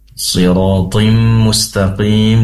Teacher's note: Siratim mustaqim, di situ ada tanwin bertemu dengan mim, idgham bigunnah, masuk seraya mendengung. Kemudian mustaqim mata arid disukun, dibaca 3 sampai dengan 5 atau 6 harokat.